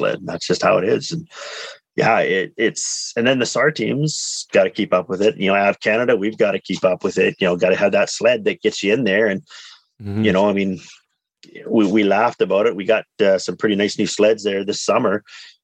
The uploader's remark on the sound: on a Zoom call